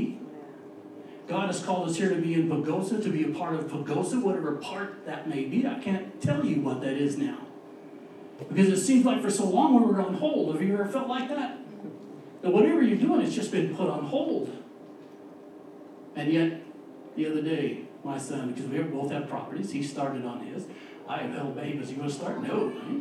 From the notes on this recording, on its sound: We had a little mishap with the audio this week